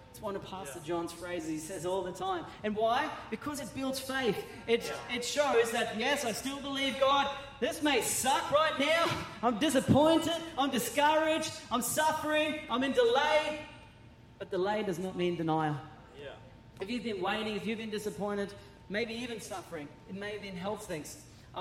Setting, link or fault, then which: setting, large echoing room